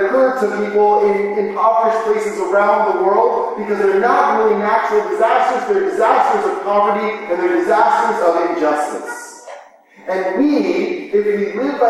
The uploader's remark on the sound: Please pardon the echo. We had technical difficulties in the recording that we hope to have resolved in the future.